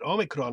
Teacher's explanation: with a rolling R and a kind of a ow sound